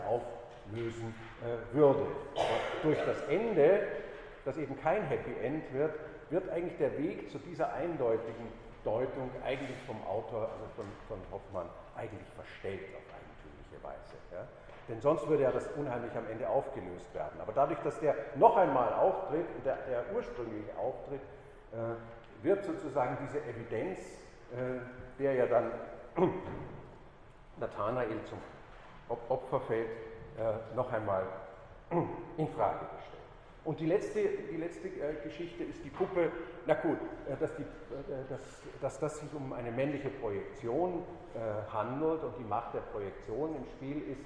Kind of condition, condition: setting, large echoing room